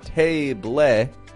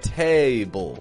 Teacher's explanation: That's a schwa with a dark L · Shown in: second take · but you get the point.